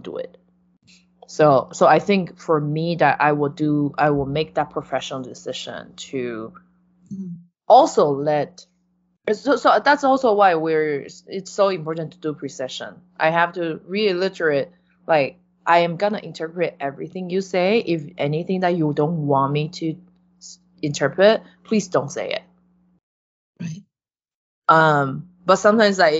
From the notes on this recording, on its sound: Sorry for the buzz in the background.